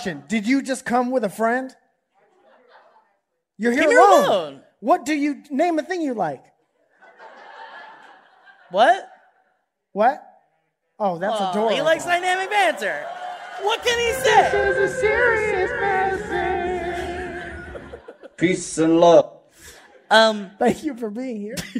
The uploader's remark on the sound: LIVE! From The Crystal Ballroom in Boston! To perform LIVE in Boston Massachusetts, at the Crystal Ballroom!